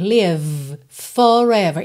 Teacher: O F e o V são feitos no mesmo local, né? Olha, lábio inferior, lá no dente superior.